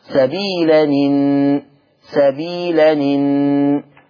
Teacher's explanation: هبتدي أحرك النون بحركة الهمزة، سبيلا إن، سبيلا إن، آدي الصورة الثانية من صور النقل.